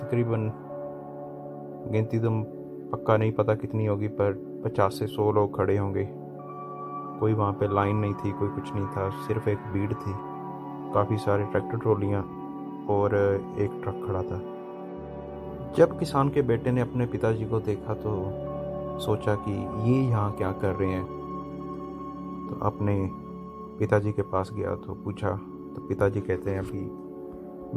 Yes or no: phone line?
no